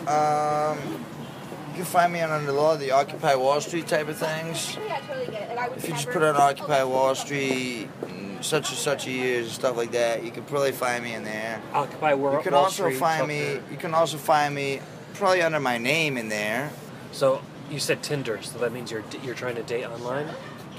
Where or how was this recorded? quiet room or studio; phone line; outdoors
outdoors